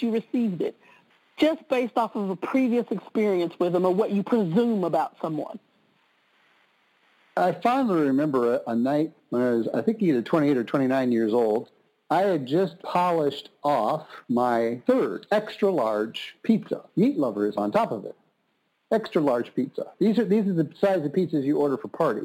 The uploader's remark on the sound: conference-call based classes